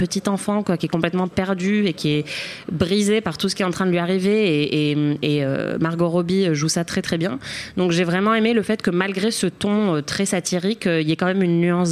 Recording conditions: busy venue